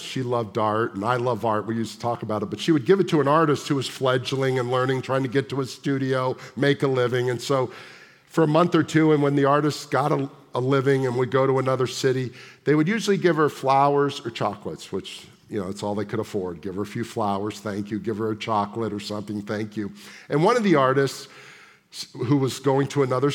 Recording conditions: large echoing room